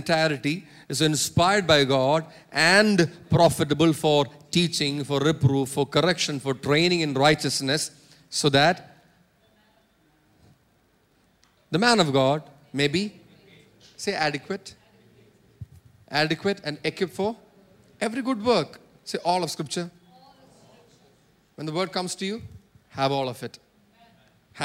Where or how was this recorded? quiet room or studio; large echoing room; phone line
large echoing room